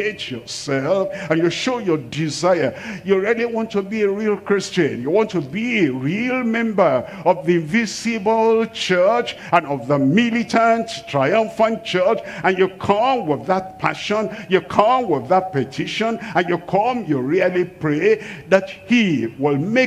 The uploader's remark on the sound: live from Asaba, Nigeria